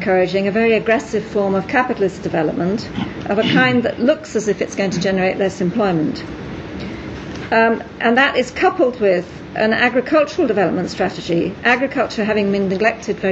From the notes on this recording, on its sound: Gives a talk in the Agrarian Societies section of the Celebrating Gavin Williams conference, held in Oxford on 9-10 July 2010. Gives a talk in the Agrarian Societies section of the Celebrating Gavin Williams conference, held in Oxford on 9-10 July 2010.